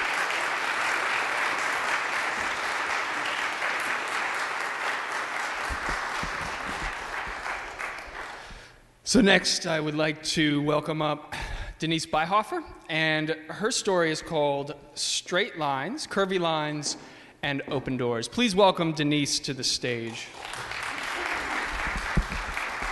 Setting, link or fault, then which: setting, live audience